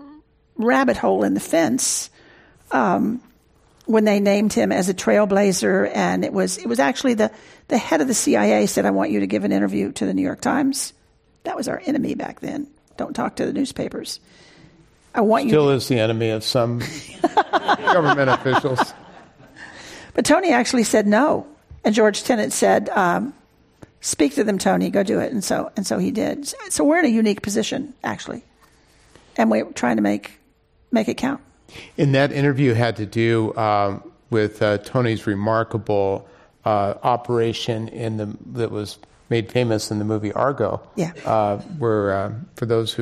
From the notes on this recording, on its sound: This program was recorded in front of a live audience at The Commonwealth Club of California in San Francisco.